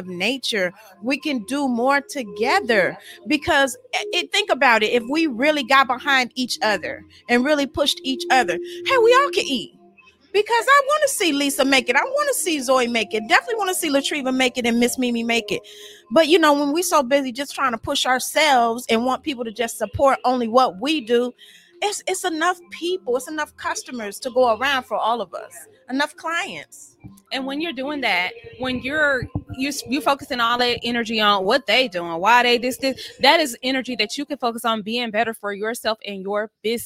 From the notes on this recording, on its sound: our celebration at Kiante's Lounge in Houston, Texas